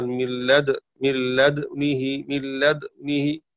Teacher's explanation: والإشمام إطباق الشفاه بعيد ما يسكن. من لدنه، قرأ حفص بضم الدال وسكون النون وضم الهاء.